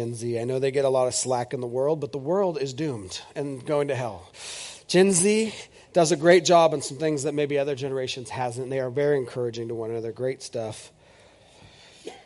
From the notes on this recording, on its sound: This is audio ripped from the Live Service video.